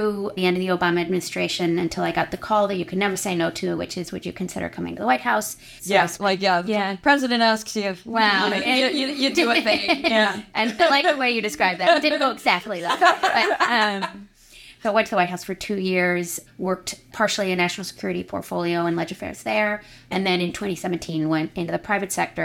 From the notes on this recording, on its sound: While at the 2023 Halifax International Security Forum